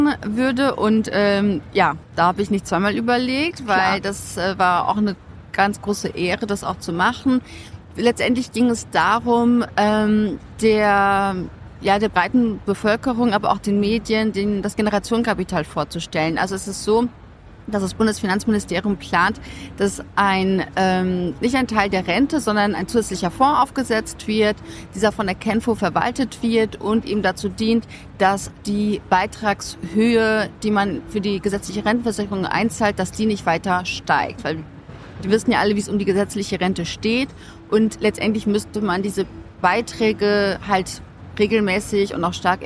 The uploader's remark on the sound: Mit all ihrem Podcast-Equipment auf dem OMR-Festival und der Finance Forward-Konferenz in Hamburg. Mehr als 70.000 Menschen sind hier unterwegs.